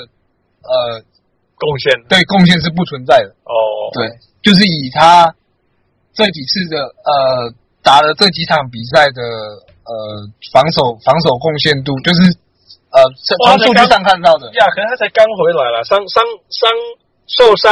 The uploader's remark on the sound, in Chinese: 車上錄音音效不好請見諒